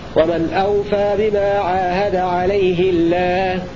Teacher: ويلزم من كسر الهاء ترقيق لام لفظ الجلالة لغير حفص